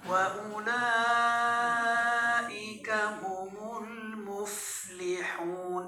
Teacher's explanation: الفاء ساكنة لابد من جريان النفس عند النطق بها